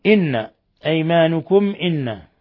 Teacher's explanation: ميم ساكنة جاء بعدها الهمزة إظهار شفوي